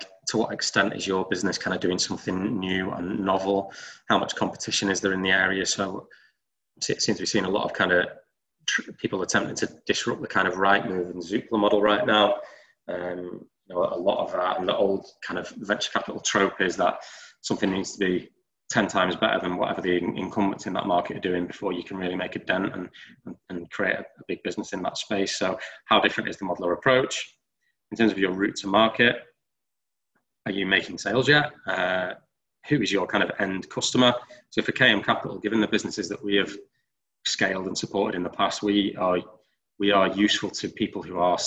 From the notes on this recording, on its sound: TFN Webinar. An hour long webinar.